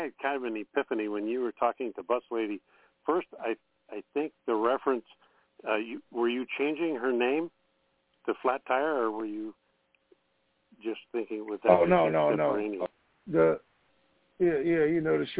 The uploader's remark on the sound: TNTSuperfantastic Conference Call.